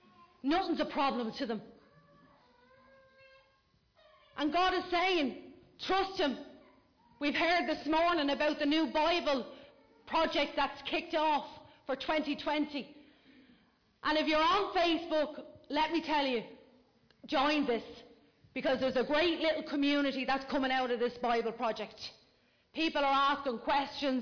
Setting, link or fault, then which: setting, large echoing room